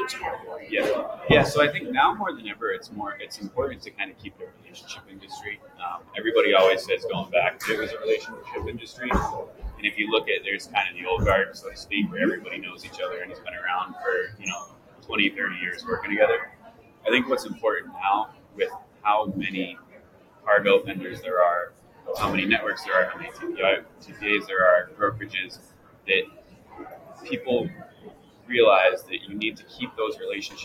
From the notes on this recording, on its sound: Live at the SIIA 2022 Engage Conference